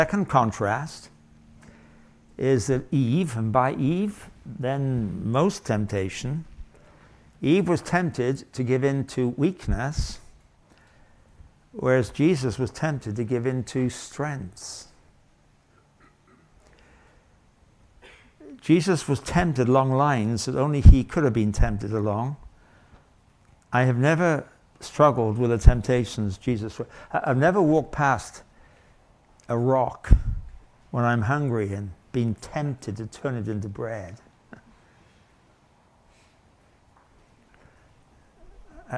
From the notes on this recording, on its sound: Session from the 2023 Thanksgiving Conference at His Hill Bible School in Comfort, Texas. Session from the 2023 Thanksgiving Conference at His Hill Bible School in Comfort, Texas.